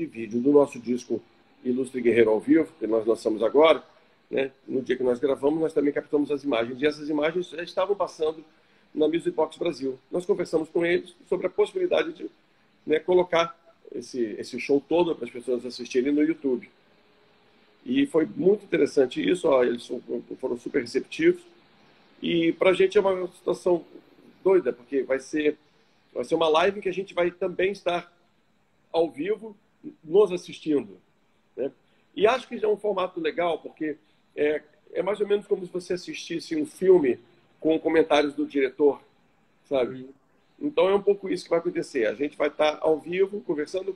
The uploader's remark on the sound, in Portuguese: ao vivo no Instagram da Alvorada FM